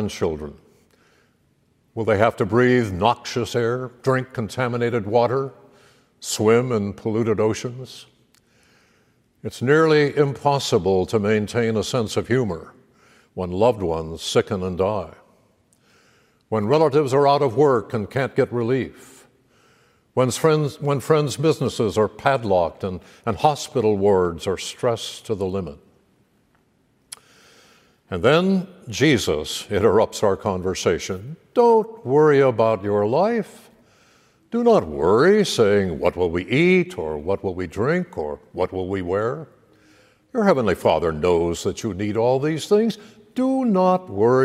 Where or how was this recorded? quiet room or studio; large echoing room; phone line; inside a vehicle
large echoing room